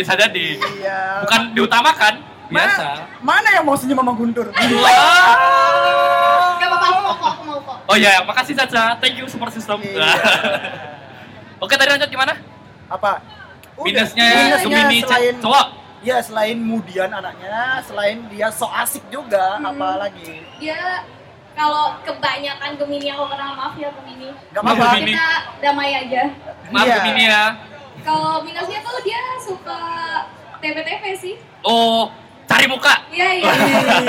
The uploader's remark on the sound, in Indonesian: untuk pertama kalinya kita live podcast di Denpasar Festival